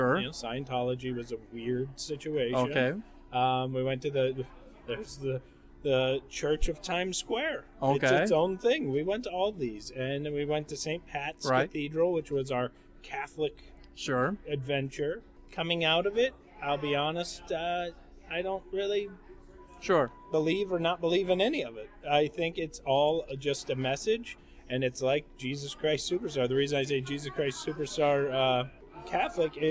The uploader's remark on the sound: recorded at the smoke shop in Akron